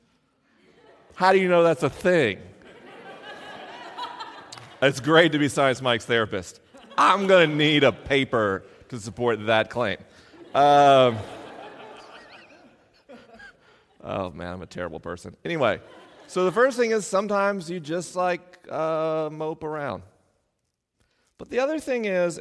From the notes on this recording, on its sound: LIVE in Grand Haven, MI. This week is a live episode: the questions are unscreened and the answers are unrehearsed.